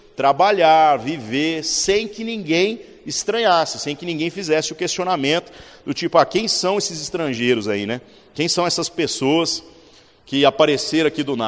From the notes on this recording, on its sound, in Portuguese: Culto semanal de exposição Bíblica. Na Igreja Sal da Terra - Manifesto, em Uberlândia-MG.